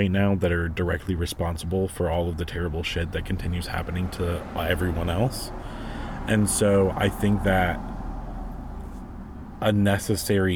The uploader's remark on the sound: someone practicing their trumpet in the distance as we talk on New Orleans streets